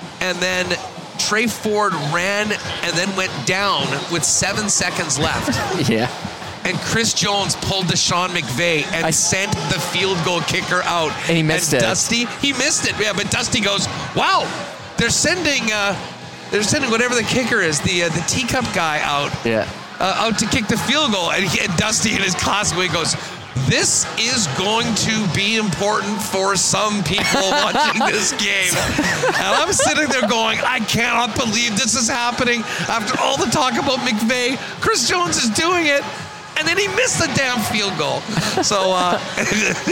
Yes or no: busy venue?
yes